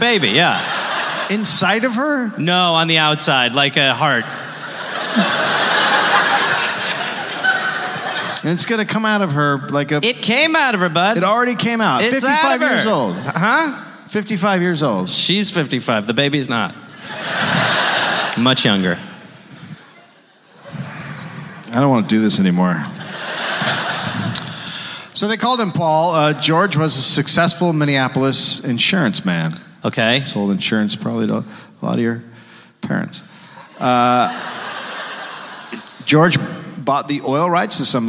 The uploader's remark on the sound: recorded live in Minneapolis